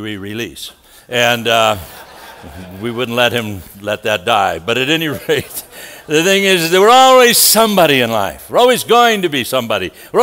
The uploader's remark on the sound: from the 2018 Southwest Men's Conference